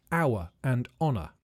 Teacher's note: This is because in the past the H wasn't pronounced, so the words started with a vowel sound. This is still true for words like hour and honour.